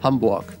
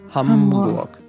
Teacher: немножко убирать просто голос, стараться, да, чтобы связки голосовые не подключались к этому процессу · Shown in: second take